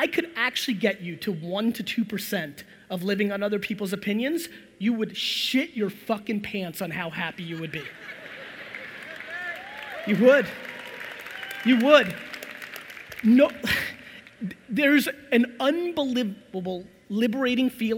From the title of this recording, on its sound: A FIRE Keynote in Orlando, Florida